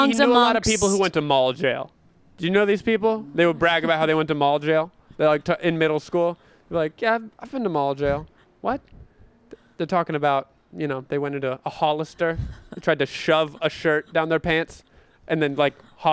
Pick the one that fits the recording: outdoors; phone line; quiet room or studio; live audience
outdoors